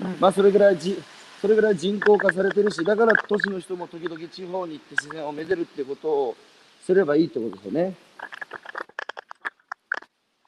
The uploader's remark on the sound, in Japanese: 歩きながら1時間、対談する